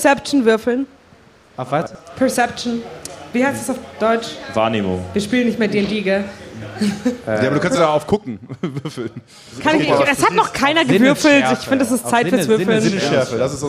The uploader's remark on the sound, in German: Live vom Geek Festival. Startet Münchens prominentester Pen-and-Paper-Podcast seine erste Live-Show vor Publikum.